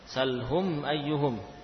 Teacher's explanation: Mim sukun bertemu dengan hamzah. Makanya juga dibaca dengan jelas, tidak dipanjangkan gunnahnya. · Term: bacaan idhar